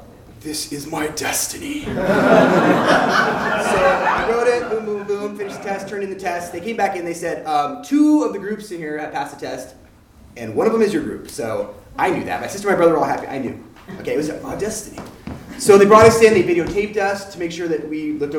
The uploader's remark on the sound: Urban Tellers is a live storytelling series in Portland, OR. Filmed live at Hipbone Studio.